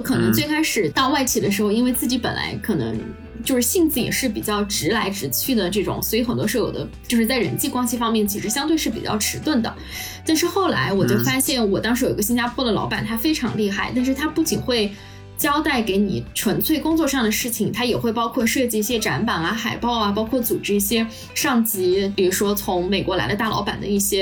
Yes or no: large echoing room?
no